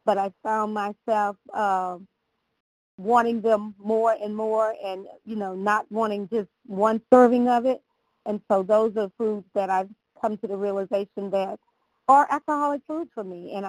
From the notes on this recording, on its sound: 100 Pounders Phone Meeting, 12/15/22